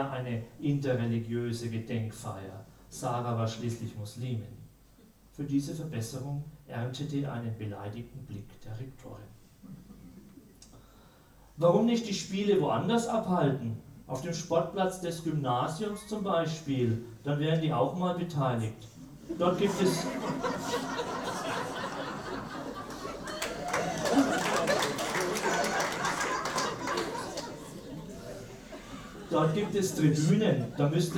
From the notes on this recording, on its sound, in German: Ein Live-Mitschnitt der Buchpräsentation. Wir freuen uns, dass wir Ihnen erstmals von einer Buch-Premiere einen Hörbeitrag weiterreichen können.